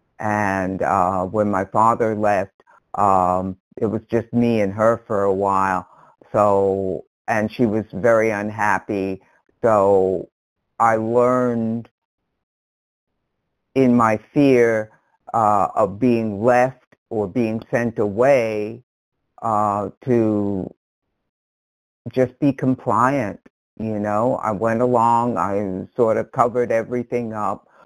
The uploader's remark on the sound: from the 100 Pounders Phone Meeting, 12/1/22